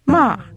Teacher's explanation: The fourth tone, which is a rapid downward gliss